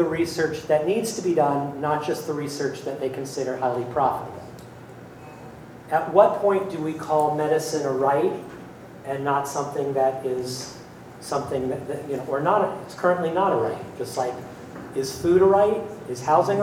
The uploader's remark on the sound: The Keynote Speech at Progresstival in La Crosse, Wisconsin.